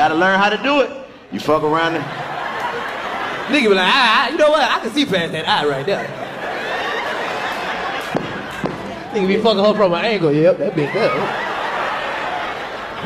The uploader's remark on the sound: In the first sold out show from the Bomb Factory. Give the audience a chance to collab on the track!